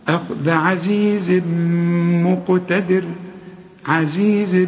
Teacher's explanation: عزيز شوف ضم شفايفك، إدغام كامل بغنة، مقتدر. القاف هنا لازم حق القلة.